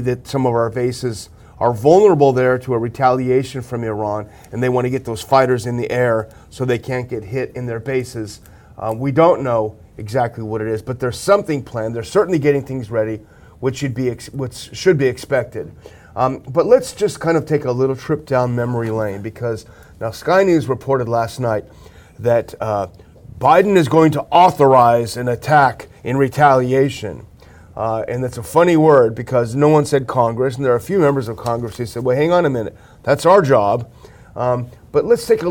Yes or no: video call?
no